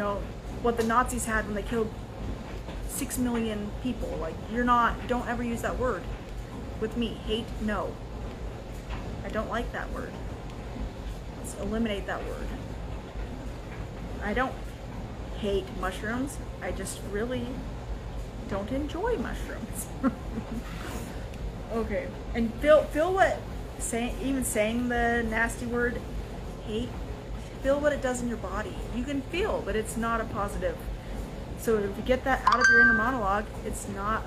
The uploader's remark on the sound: Instagram LIVE - RAW and Uncut